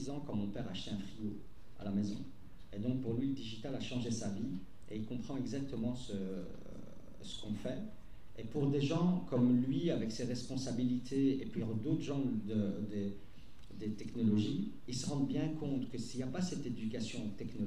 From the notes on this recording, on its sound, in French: Quatrième conférence de la saison 2022-2023 de V Union. À l'ULB.